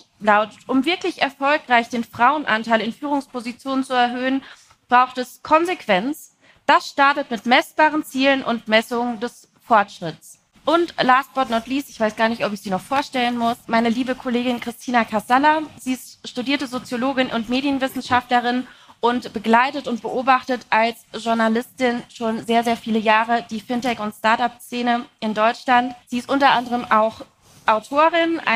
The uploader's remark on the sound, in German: Diese Episode ist der Mitschnitt der Panels: "Investing in Women The best bet for European Banking" von der Banking Exchange 2023.